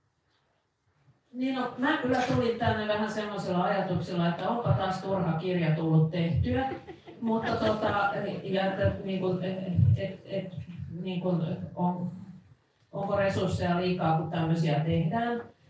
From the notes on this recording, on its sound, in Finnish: LIVE! Tämä jakso on nauhoitettu liveyleisön edessä Helsingin keskustakirjasto Oodissa perjantaina 20.1.2023.